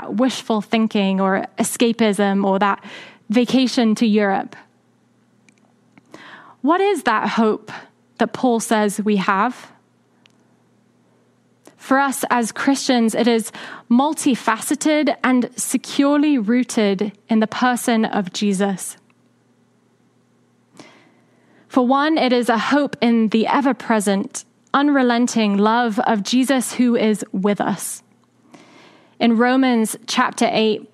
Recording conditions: large echoing room